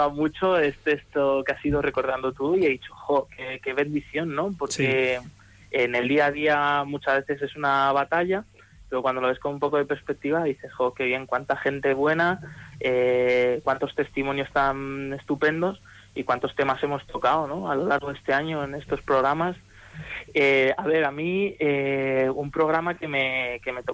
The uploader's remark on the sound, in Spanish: Con la participación por teléfono y twiter de nuestros oyentes.